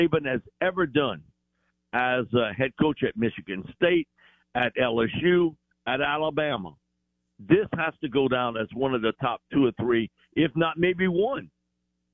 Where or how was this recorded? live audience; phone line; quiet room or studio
phone line